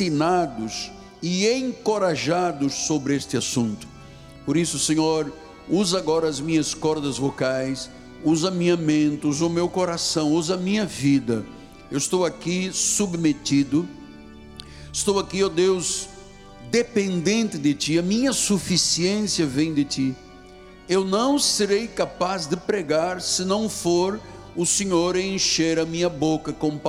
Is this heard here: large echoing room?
yes